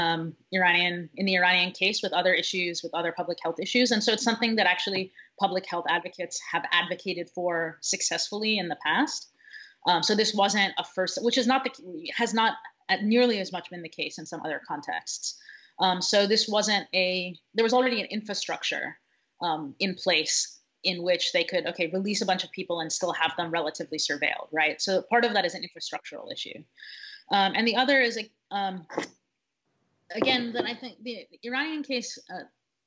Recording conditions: video call